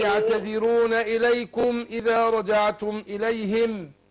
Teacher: الميم باينة بدون ما نديها غنة ولا حاجة